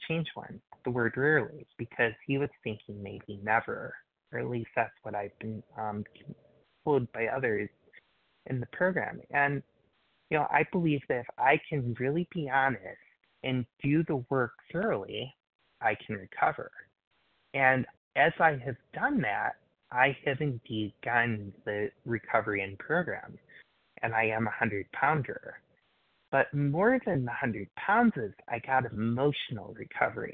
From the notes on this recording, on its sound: qualification from the 100 Pounders Phone Meeting